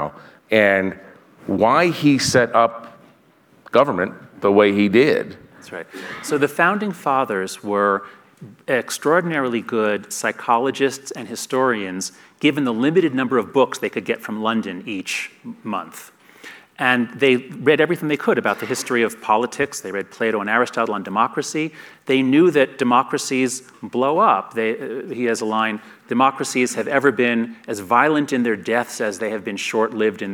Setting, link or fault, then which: setting, live audience